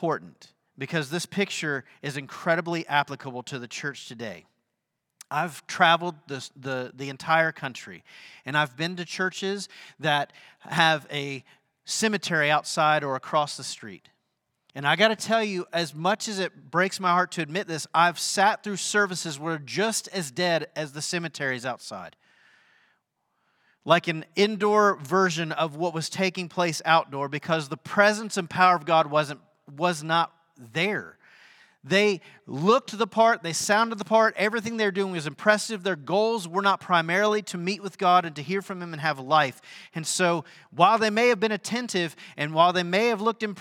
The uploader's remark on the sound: Sunday sermon at The Fellowship in Nashville